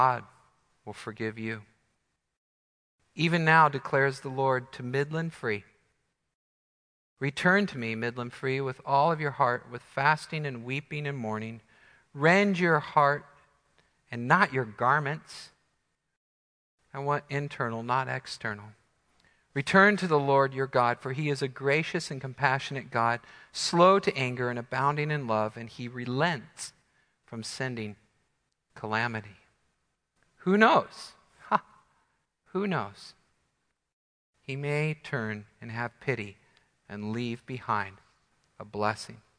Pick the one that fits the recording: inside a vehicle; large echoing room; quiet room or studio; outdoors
large echoing room